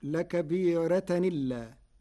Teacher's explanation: بنقل حركة الهمز إلى الساكن قبله فتصير لكبيرة إلا مع ترقيق الراء على لغة العرب.